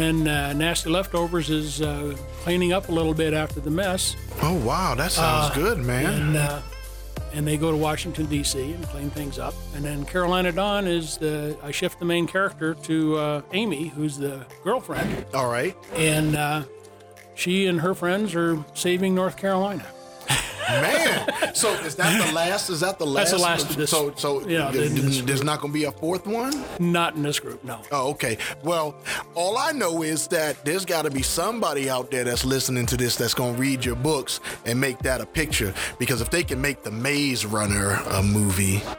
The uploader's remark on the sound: We have a series of Podcasts taped from the recent AWESOME SpoCon in Spokane Washington